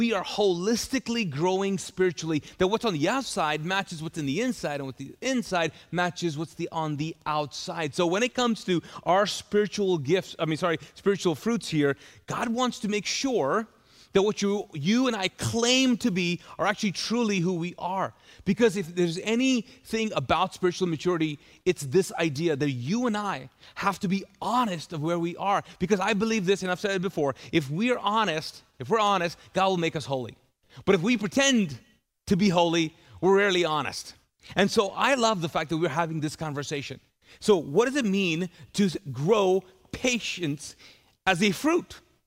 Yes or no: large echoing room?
yes